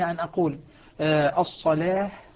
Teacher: هناك فرق بين أن أقول الصلاة بتنحيف اللام وهو الترقيق